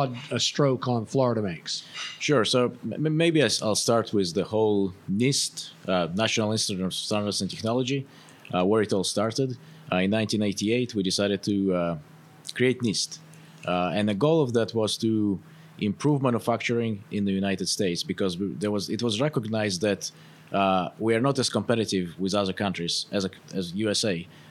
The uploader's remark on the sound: Recorded live at the 2023 Make More Manufacturing Summit , hosted at the iconic Dr. Phillips Center for the Performing Arts .